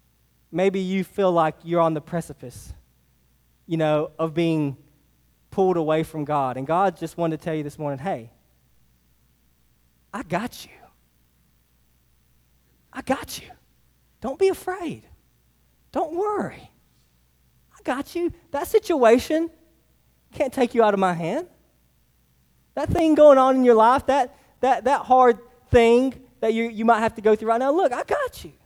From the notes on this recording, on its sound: Sermon preached to Hillside Baptist Church in Eastman, GA. Sermon preached to Hillside Baptist Church in Eastman, GA.